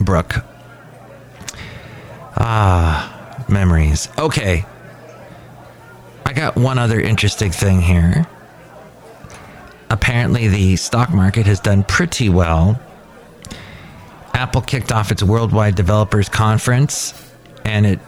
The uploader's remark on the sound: podcasts live from Café Anyway